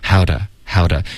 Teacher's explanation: 这个 to 这个字呢弱读然后浊化了就变成一个的的音了